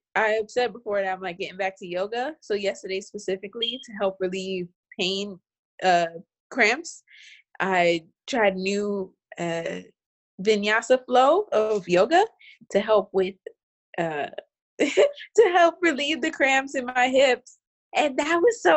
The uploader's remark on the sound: We are recording on Zoom! Since being quarantined, we’ve been coming up with new ways to deliver content from our homes to yours.